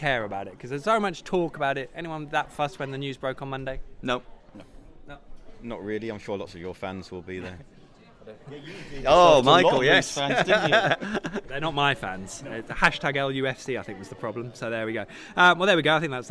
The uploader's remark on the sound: The PinkUn Show is LIVE from Carrow Road